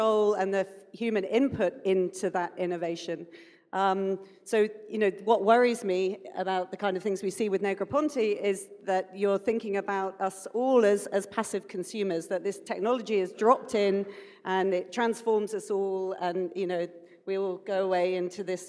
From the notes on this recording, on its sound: A live session from #JaipurLitFest2020.